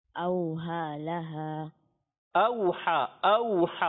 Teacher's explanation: حمزہ کو نرم نہیں کرنا بلکہ اس کو تحقیق کے ساتھ واضح کر کے ادا کریں گے